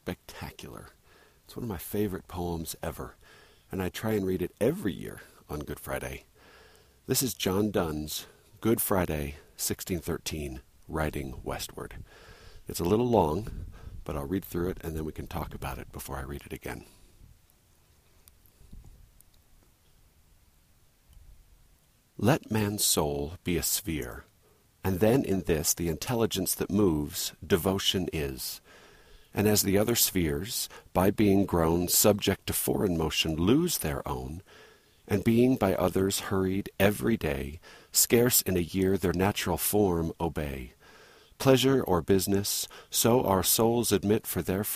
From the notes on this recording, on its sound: Recorded while hiking up Dry Canyon, above Lindon, Utah.